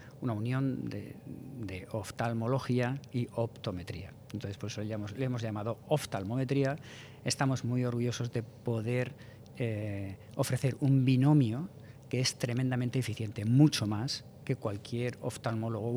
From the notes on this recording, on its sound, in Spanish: grabado durante la 38º edición del Congreso SECOIR en España